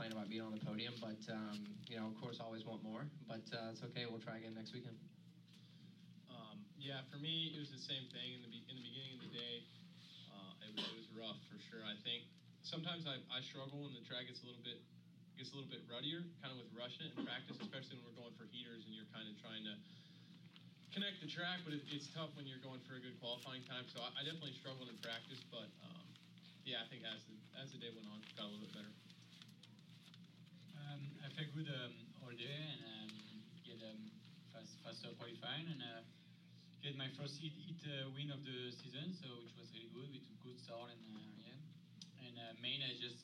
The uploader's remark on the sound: This is the press conference for the 250 class from round 4 of the Monster Energy AMA Supercross series from Oakland California.